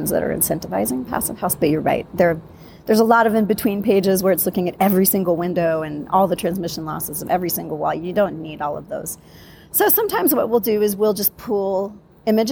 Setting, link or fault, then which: setting, busy venue